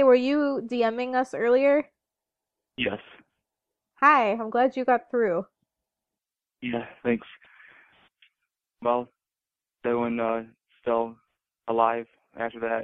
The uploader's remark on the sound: we took phone calls from some of our listeners